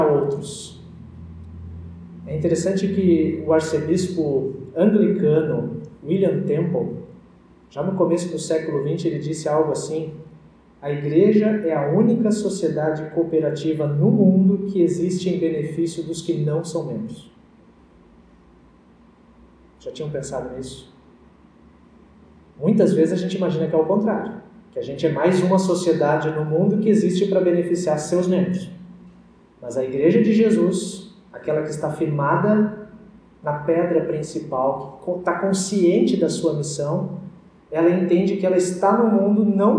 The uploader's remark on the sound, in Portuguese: Áudio da mensagem do útlimo culto presencial antes das restrições em função da pandemia da COVID-19.